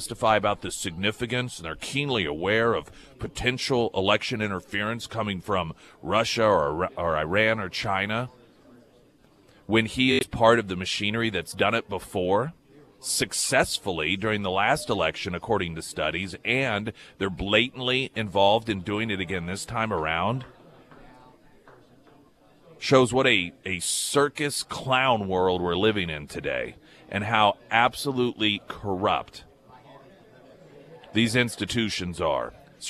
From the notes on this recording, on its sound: Live at Scramblers Diner for the Friday Road Show. Today is a First Responders Breakfast!